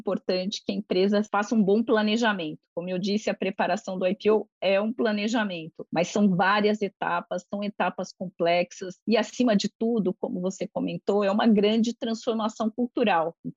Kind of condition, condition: link, video call